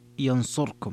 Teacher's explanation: ثم القراءة الأخرى قرأ أبو عمرو بخلف عن الدوري ينصركم بإسكان الراء